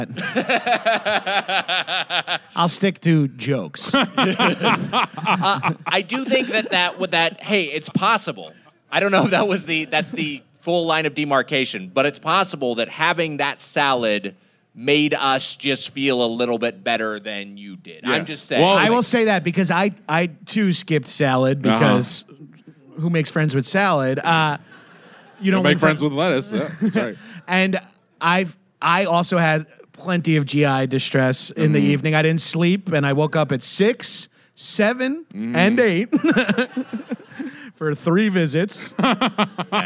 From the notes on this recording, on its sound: Recorded live at Stand Up Live in Phoenix 4/28/22.